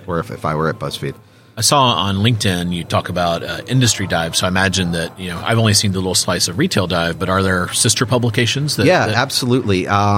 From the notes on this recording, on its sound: interview live from the NRF Big Show